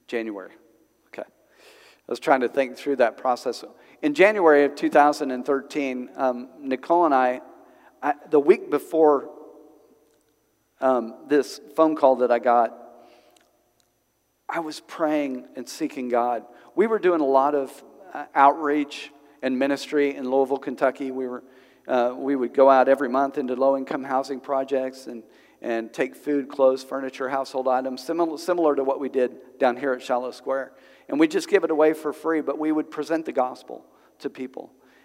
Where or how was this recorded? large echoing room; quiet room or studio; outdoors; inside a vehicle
large echoing room